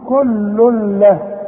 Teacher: ادغام كامل بدون غنه، هندغم لكن ما نغنش